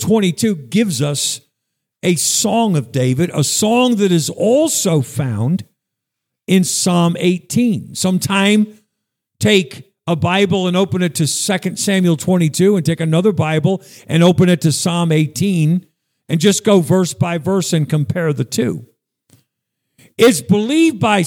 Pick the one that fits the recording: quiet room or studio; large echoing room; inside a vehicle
large echoing room